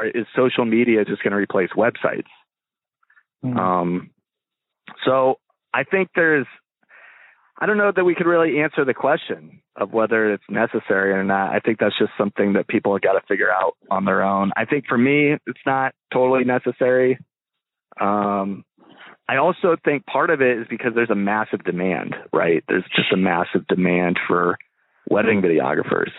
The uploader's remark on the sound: link up via phone